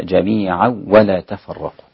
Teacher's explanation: التنوين مع الواو الغنة أسقطها الإمام خلف عن حمزة، هكذا جميعا ولا تفرقوا.